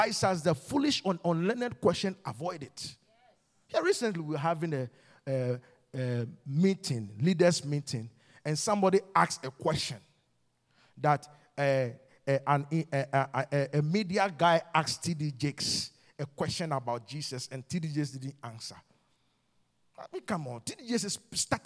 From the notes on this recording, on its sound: QFC Charis Center - Albany, NY. Revelation Service | LIVE from Charis Center | Albany, New York.